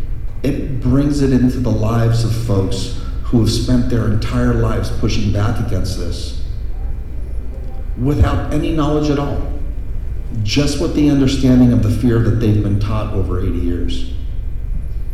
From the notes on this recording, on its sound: speaking at Kaya Fest 2018 in San Bernadino CA.